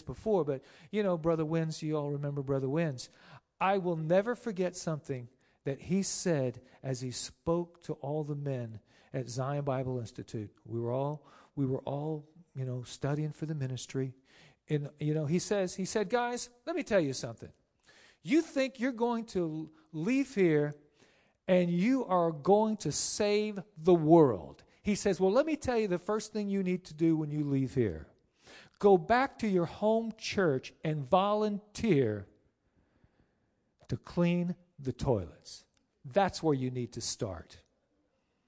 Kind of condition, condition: setting, large echoing room